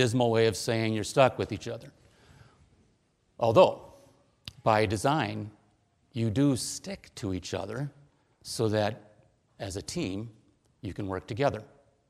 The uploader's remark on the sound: Preached at: Berea Lutheran Church, Inver Grove Heights, MN